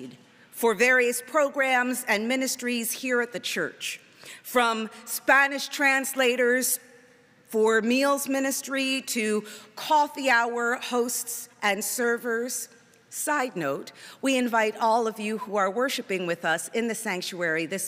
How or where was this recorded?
large echoing room